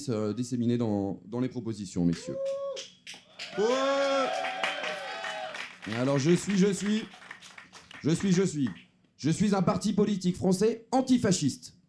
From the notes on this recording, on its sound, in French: Épisode exceptionnel enregistré au Festival de la Réconciliation 2023. Épisode exceptionnel enregistré au Festival de la Réconciliation 2023.